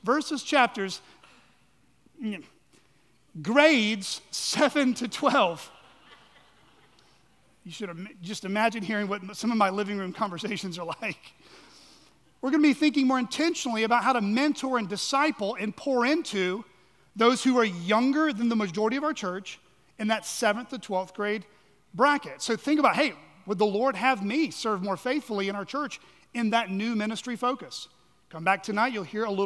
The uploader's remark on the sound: at Chaffee Crossing Baptist Curch in Barling, AR.